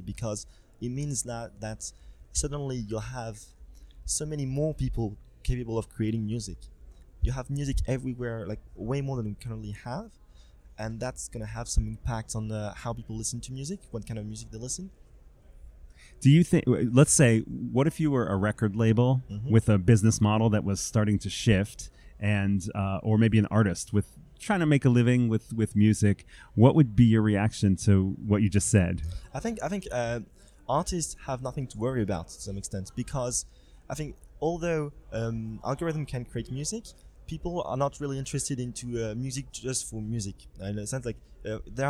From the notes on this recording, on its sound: stopped by the #MidemTectonics podcast booth at Cannes